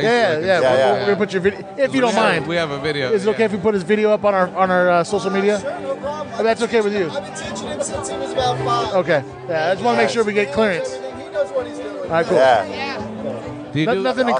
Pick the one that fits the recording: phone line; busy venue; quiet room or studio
busy venue